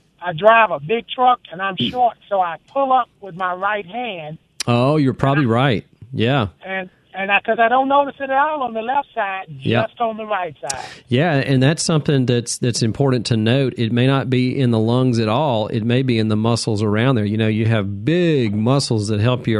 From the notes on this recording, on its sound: takes listener phone calls